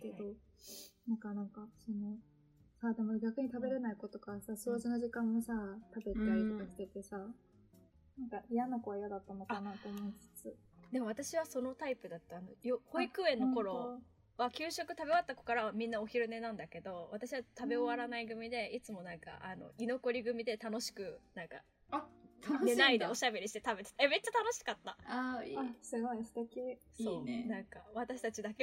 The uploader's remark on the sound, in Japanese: 今回も、リモート収録でお届け！！音声の質、すなわち音質について至らない点もあるとは思いますが。